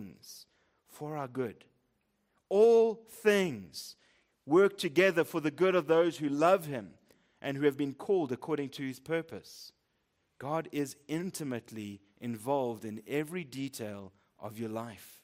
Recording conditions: large echoing room